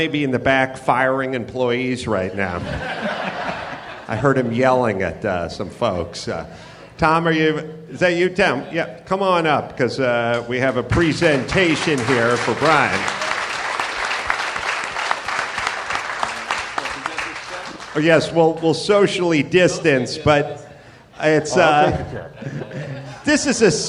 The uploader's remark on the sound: Live from the Houston Improv